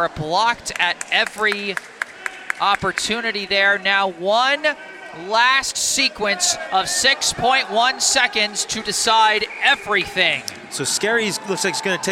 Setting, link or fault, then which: setting, busy venue